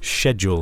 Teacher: So basically, you take the SCH and turn it into a sh sound.